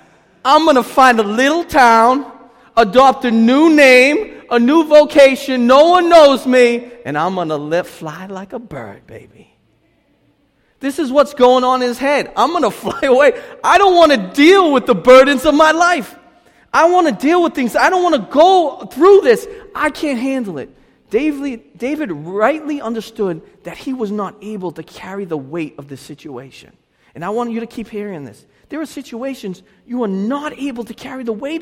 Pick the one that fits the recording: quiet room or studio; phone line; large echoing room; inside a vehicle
large echoing room